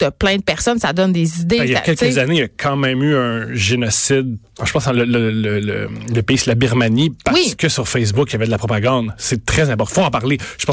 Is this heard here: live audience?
no